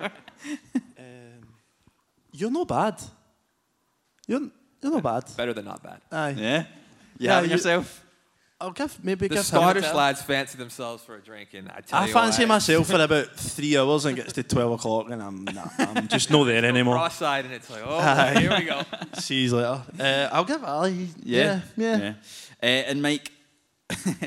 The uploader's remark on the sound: LIVE podcast. In front of a live audience of Hoops fans. Taking place within the JD store on Argyll Street in Glasgow.